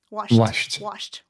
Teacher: That's a T sound, right? It's unvoiced.